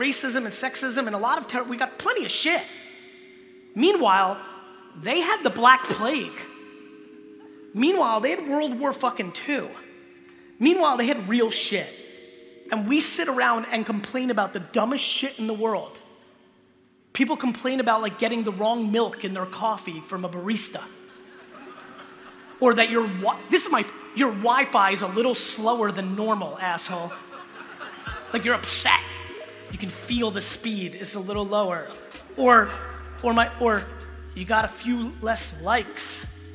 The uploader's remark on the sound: This episode is from a keynote